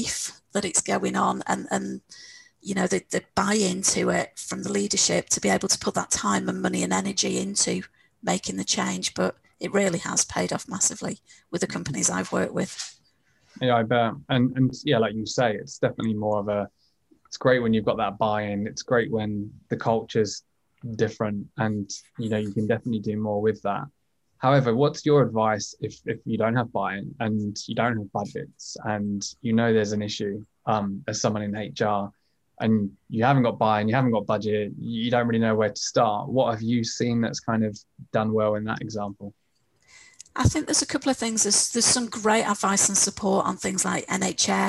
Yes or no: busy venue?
no